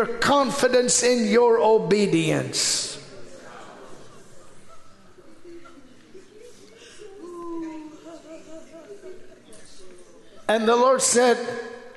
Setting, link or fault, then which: setting, large echoing room